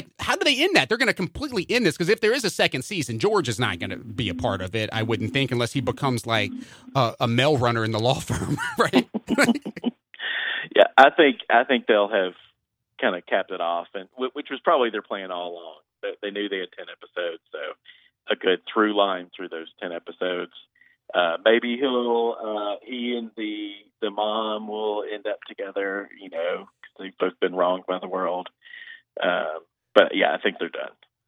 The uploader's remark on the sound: call in for an update